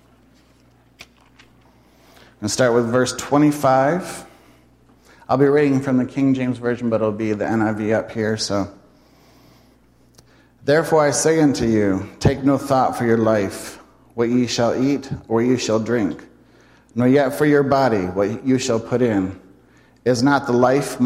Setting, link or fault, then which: setting, live audience